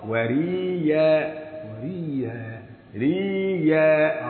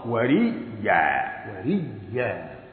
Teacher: من غير ما الواحد يضغط على الحرف وريا الادغام وريا وريا حول الهمزه الى ياء وادغم الاولى في الثانيه · Shown in: second take